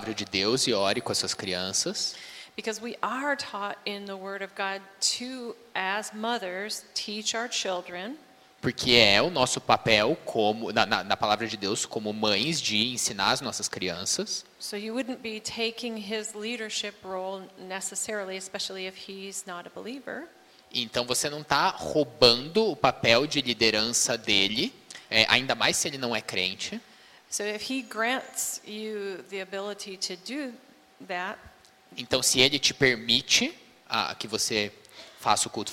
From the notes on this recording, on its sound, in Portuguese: Conferência de Mulheres IBJM. Audio gravado na Igreja Batista Jardim Minesota.